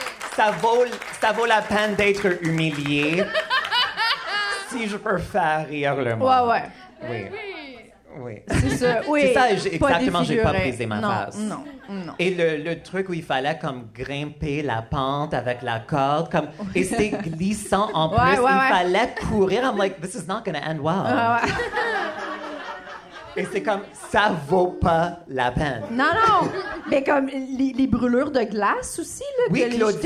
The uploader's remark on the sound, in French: épisode spécial “live à Québec” durant le Comédiha Fest